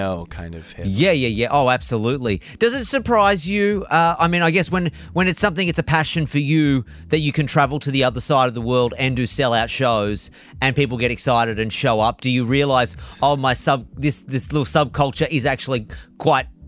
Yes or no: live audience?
no